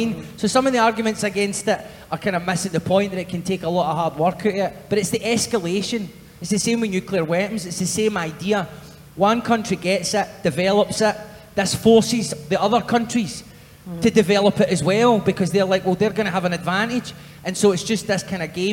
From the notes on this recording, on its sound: we revisit the fifth show of Common People Live at the Edinburgh Fringe